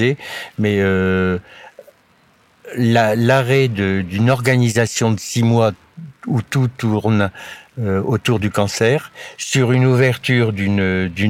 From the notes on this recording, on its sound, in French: L'épisode a été enregistré en extérieur, pardonnez-moi les petits bruits parasites.